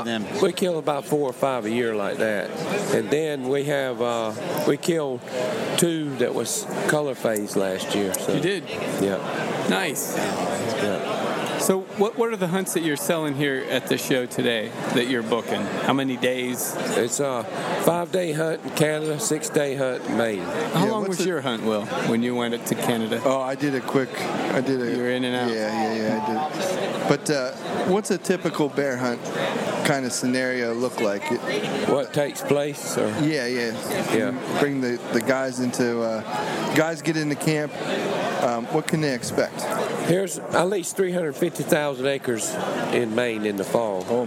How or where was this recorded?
busy venue